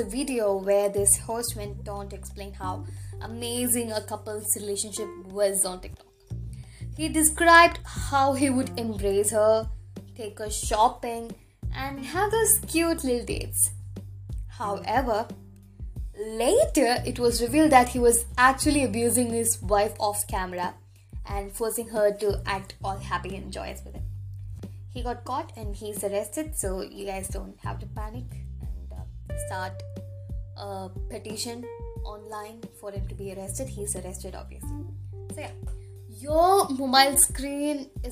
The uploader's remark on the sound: I swear I'll get a new mic next time